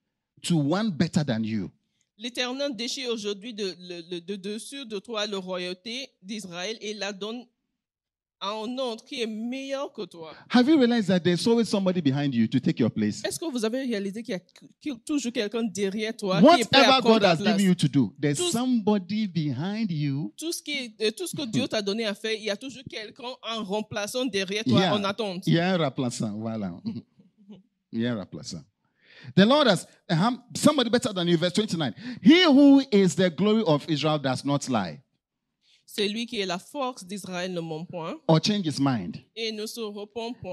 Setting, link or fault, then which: setting, large echoing room